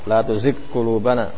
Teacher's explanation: Nah, tidak masukkan dalamnya huruf qaf la tuzigh qulubana. Ghainnya tipis, tafkhim nisbi